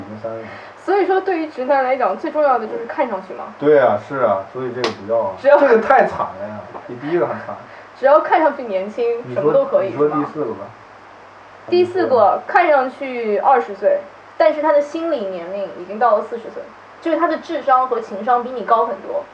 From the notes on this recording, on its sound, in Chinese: 这期音质太差，没办法加背景音乐，凑合听吧